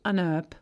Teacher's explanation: Het laatste voorbeeld, an herb, schrijf je namelijk met een H. Toch gebruik je het lidwoord n omdat je die H niet uitspreekt.